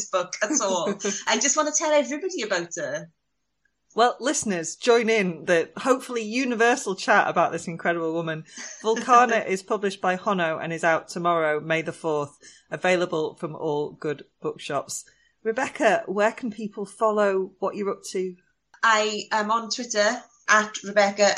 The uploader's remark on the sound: jump on the Zoom